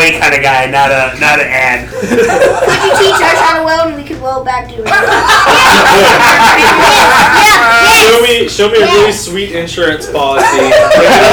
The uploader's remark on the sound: Live from Snyder Cycles. Record live for the last time from Snyder Cycles in Tucker.